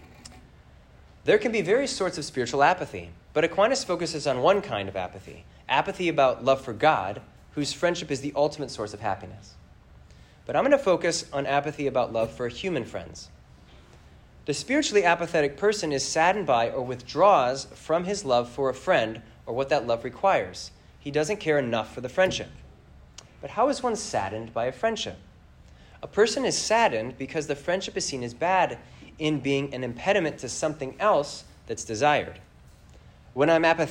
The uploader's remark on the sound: This lecture was given on September 24th, 2023, at the Massachusetts Institute of Technology.